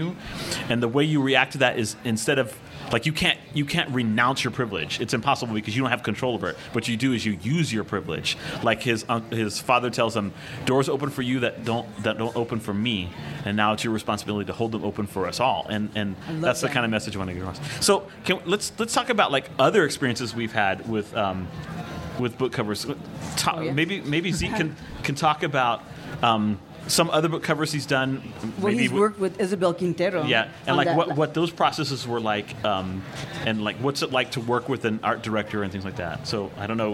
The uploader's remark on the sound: a session from the 2019 Tucson Festival of Books